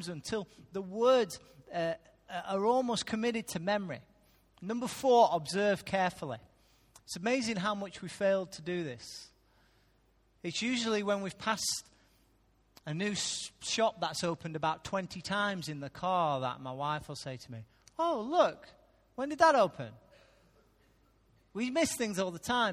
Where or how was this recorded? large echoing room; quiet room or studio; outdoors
large echoing room